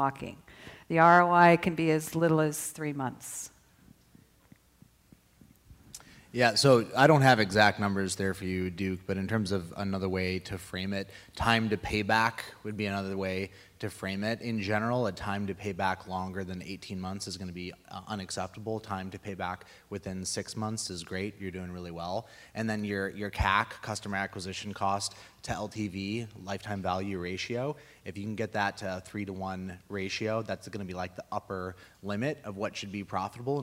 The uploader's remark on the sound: PM Grow Summit 2017 Panel. This was done as part of a live segment at the recent PM Grow Summit in West Palm Beach.